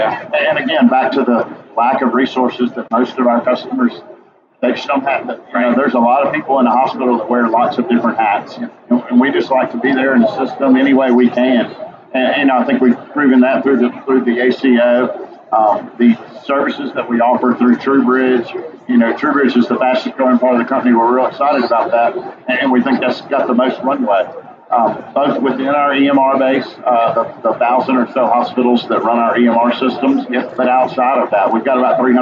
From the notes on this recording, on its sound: at The HIMSS18 Conference